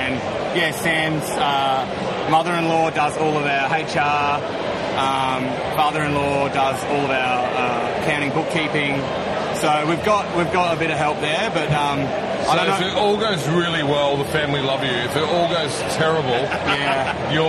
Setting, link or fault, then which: fault, background noise